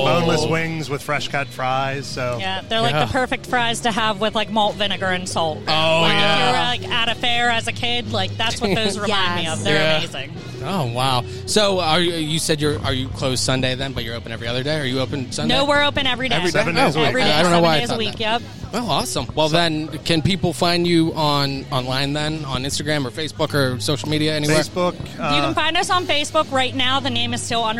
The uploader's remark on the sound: LIVE from Rhythm & Brews 2023.